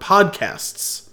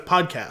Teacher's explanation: you have to enunciate the STS with no vowel in there · Shown in: first take · So otherwise it comes out as podcast.